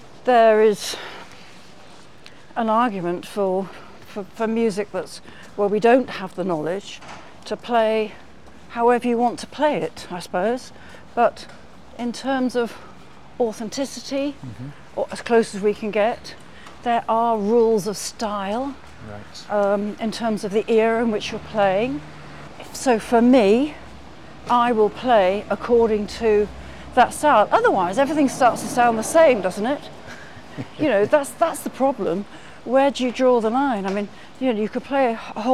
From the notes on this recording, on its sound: walking along a windy Brighton Beach in the south of England